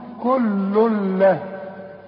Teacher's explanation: ادغام كامل بدون غنة، هندغم لكن ما نغنش